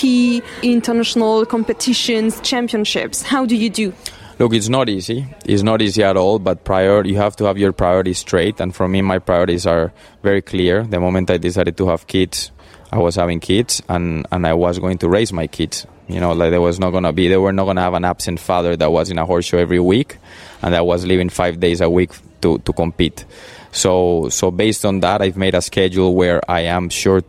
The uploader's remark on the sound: This episode was recorded in July, during Chantilly Rolex 5* show.